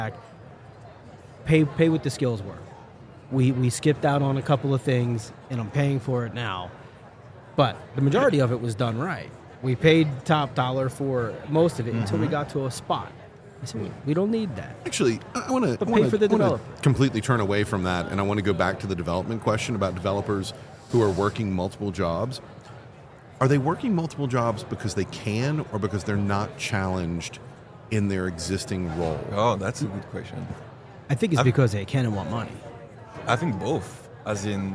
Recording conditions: busy venue